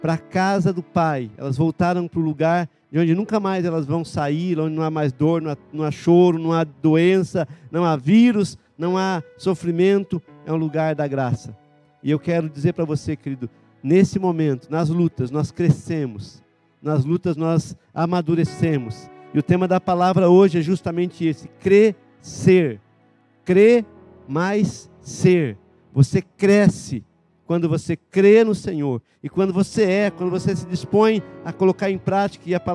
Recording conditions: large echoing room